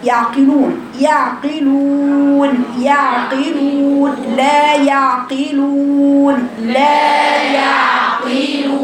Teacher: تخرج الواو الماديه بالاعتراض حيث يعترضها ضم الشفتين